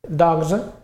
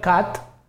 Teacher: dog, amb la G eh, sonora final, dogs, la S del plural és sonora també. Però cat, que acaba en T sorda, fa cats, amb la S sorda final.